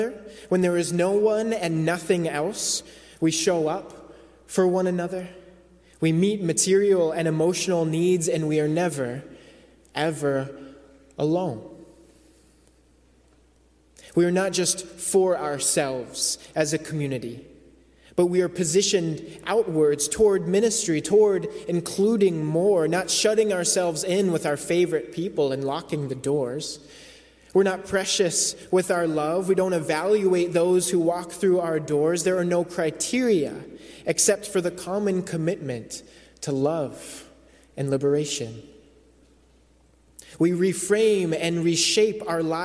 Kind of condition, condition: setting, large echoing room